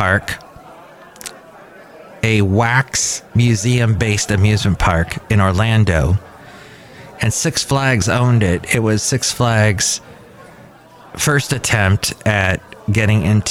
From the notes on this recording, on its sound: podcasts live from Cafe Anyway